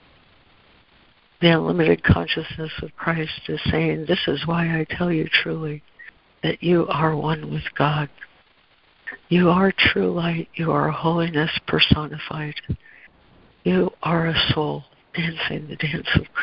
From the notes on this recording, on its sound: ACIM Daily Conference Call